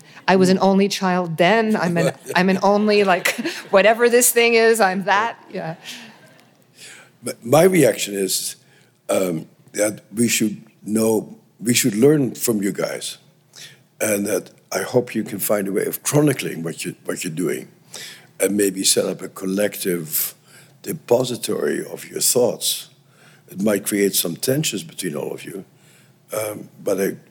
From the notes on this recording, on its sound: Family Secrets Live. Respond to questions from the audience.